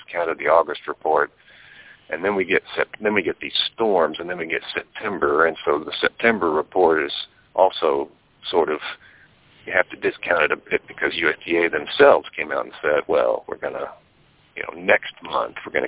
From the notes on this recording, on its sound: Monthly Conference Call On Cotton.